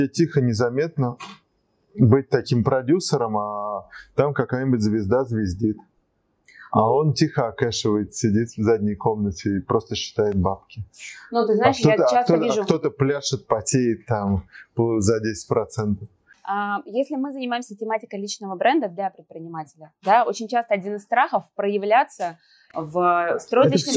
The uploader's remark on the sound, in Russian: Звук шалит